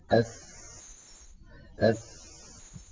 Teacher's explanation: أس أس فالسين إذن حرف فيه جريان للهواء، جريان للنفس، كما أن فيه جريانا للصوت أيضا. أس فالسين حرف مهموس رخو، وهو حرف منفتح لأنه ليس من حروف الاستعلاء السبعة خص ضغط قر، وهو حرف منفتح لأنه ليس من حروف الإطباق الأربعة.